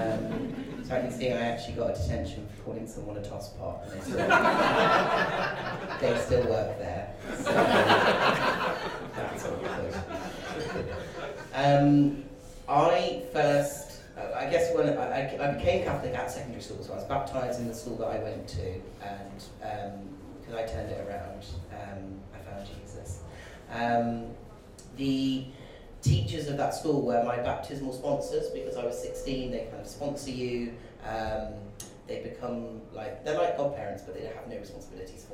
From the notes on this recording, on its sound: We go to the in-person book launch held in Nottingham earlier this week. You will hear the brilliant panel discussion from the book launch.